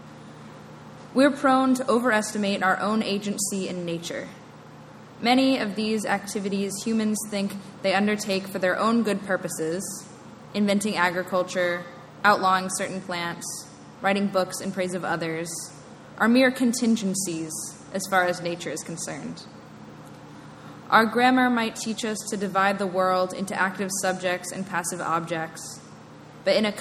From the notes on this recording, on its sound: Sermon delivered on September 29, 2019. It's Celebration Sunday.